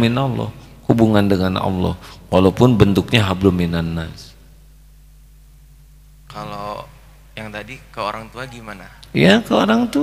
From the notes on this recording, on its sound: Live Masjid Daarut Tauhiid Bandung